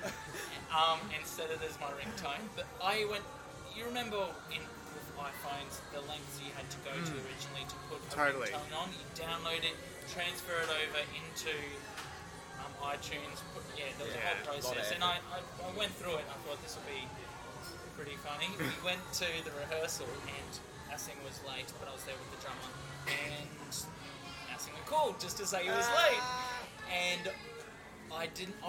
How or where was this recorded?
busy venue